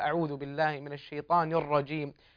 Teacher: انتبه لتفخيم حرف الراء في الاستعاذة، أعوذ بالله من الشيطان الرجيم، فخم الراء.